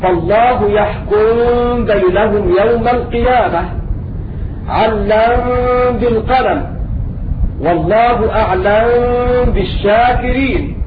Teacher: الميم مع الباء تسكن الميم ثم تخفى في الباء · Term: إخفاء شفويا